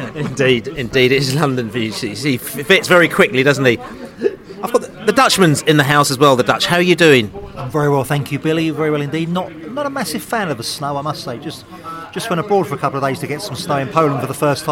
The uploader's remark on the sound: pre-match podcast from the pub